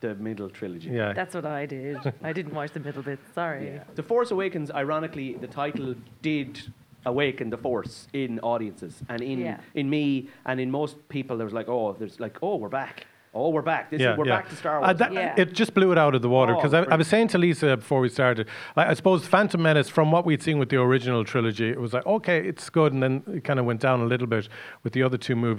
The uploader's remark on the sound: Ahead of the midnight premiere of Star Wars: The Rise of Skywalker. Recorded at Eye Cinema Galway.